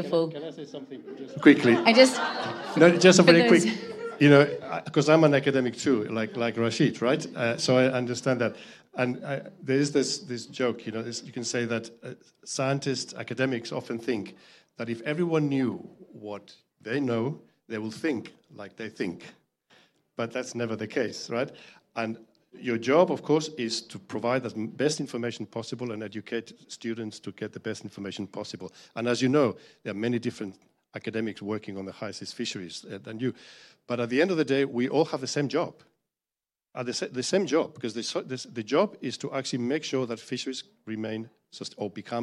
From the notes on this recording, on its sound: Foreign Policy teamed up with the Walton Family Foundation for a live podcast taping at COP28.